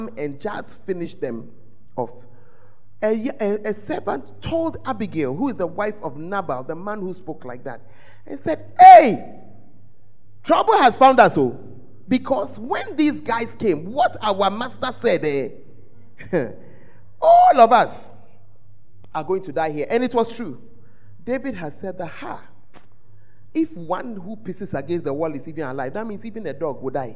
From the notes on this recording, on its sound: At The Fountain of Life Cathedral, Women In Ministry Conference 2023.